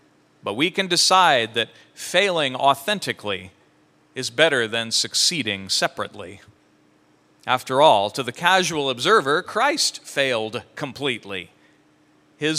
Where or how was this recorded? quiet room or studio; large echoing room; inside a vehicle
large echoing room